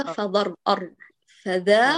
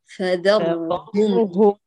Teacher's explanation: عند الراء نفخم ليس قبل ذلك · Shown in: second take